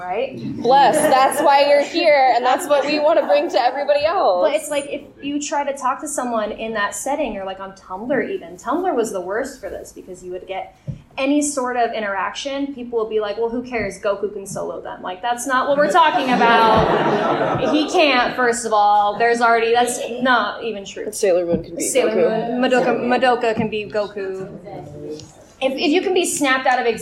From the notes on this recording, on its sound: Live From A-Kon. Here is our little live episode.